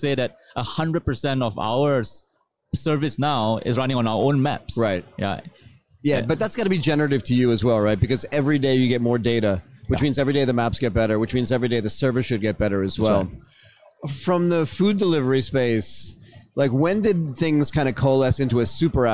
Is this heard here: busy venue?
yes